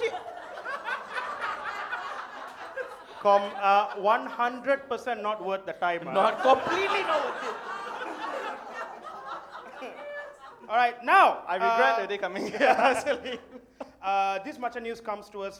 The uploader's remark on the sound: For the first time ever in Malaysia, it's the live show of The Macha Men!